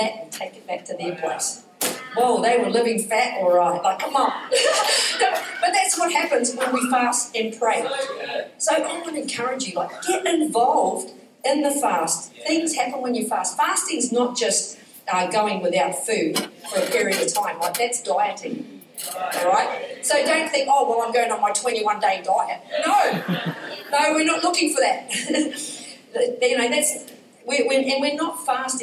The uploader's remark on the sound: Recorded during our Melbourne East service on Sunday, the 25th of June 2023